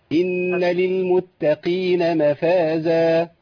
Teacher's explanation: بس التاء تاء ما تجيبهاش طاء. المتقين لا.